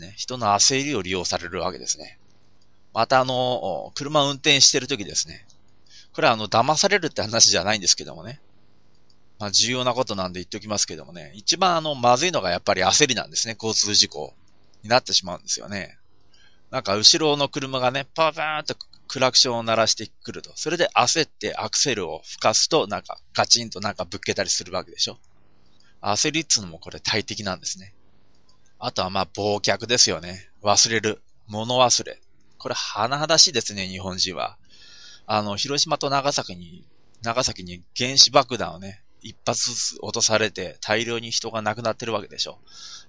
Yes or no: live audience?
no